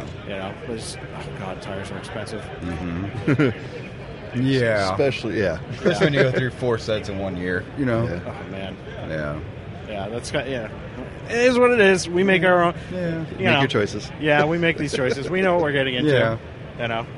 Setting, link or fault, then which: setting, busy venue